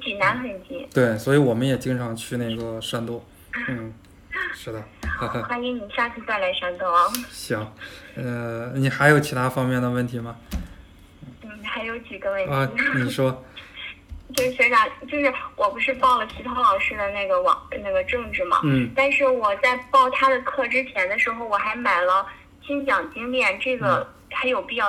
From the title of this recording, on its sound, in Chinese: 学员电话回访录音